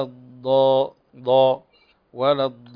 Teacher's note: الضاد لا يوجد فيها همس